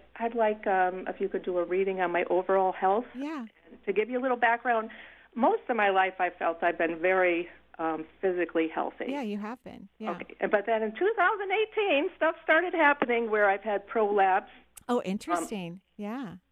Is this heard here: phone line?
yes